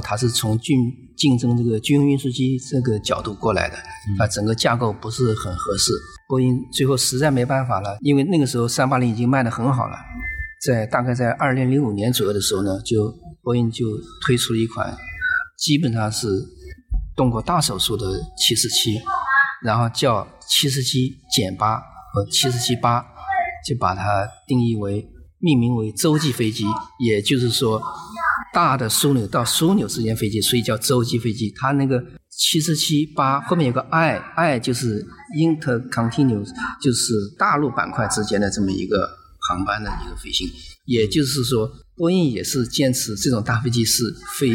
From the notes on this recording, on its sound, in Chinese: 节目录制于2019年2月于咖啡馆包间录制，有些环境音被采集，请谅解。